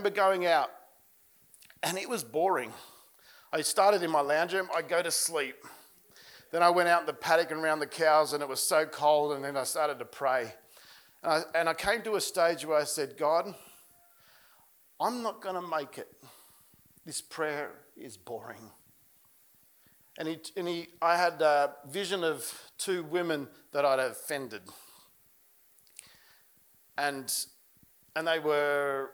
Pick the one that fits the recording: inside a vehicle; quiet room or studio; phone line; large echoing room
large echoing room